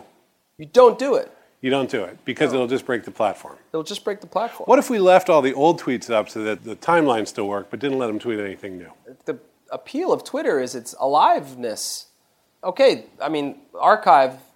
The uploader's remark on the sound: The first-ever live episode of Track Changes, recorded at the SVA Theatre in Manhattan as part of IxDA’s Interaction 17 conference. They also take in a variety of perspectives on the question with comments from the audience.